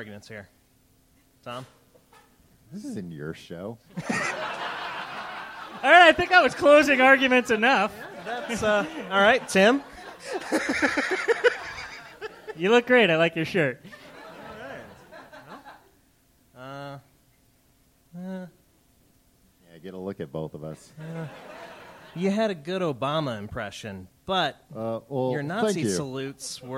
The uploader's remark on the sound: This show was recorded live before a studio audience in Chicago.